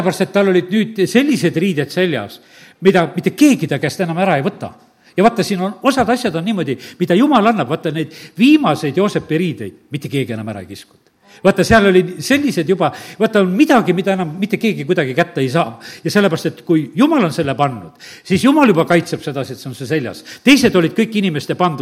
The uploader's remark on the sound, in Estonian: Audio salvestus koosolekult